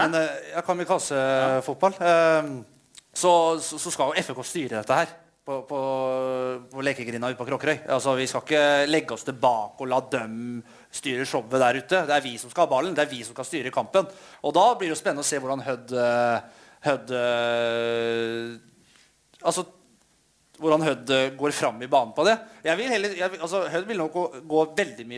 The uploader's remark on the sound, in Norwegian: Livepodkast. Forsøkte seg på en live-podkast fra Litteraturhuset.